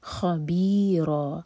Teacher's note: خا heavy letter ہے تو منہ بھر کر پڑھیں گے خا، خ نہیں خا، خبیرا.